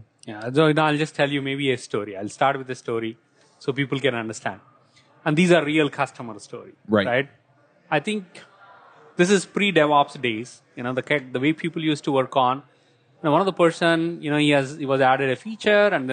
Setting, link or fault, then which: setting, busy venue